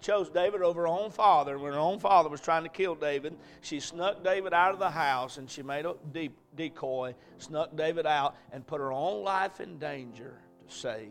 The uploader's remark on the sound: A message preached at Crossroads Baptist Church